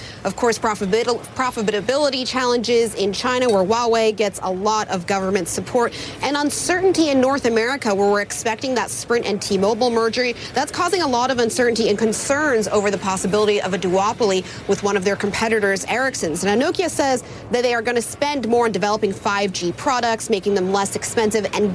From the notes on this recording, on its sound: live from the New York Stock Exchange